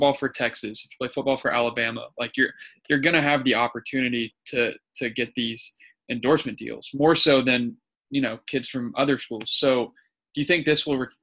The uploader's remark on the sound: Texas Sports gets together over Zoom for an extended episode.